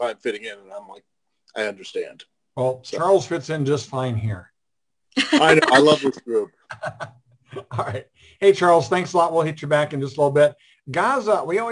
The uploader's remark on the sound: We held our Zoom Session. Two international guests were a part of the show.